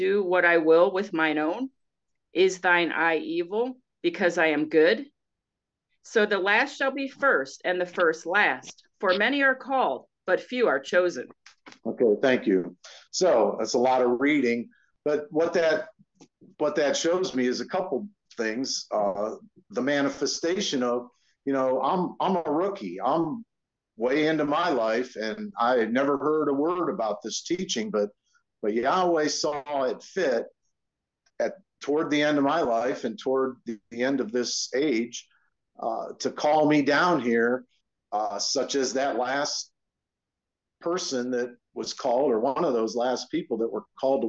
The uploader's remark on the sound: Syracuse Zoom Class